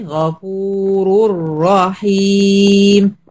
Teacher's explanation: غفور هنا حصل إدغام كامل بدون غنة. الره الساكنة بقى اللي نتجت، الره المشددة يعني اللي نتجت عن دخول النون في الره دي، هتاخد برضو زمن التوسط.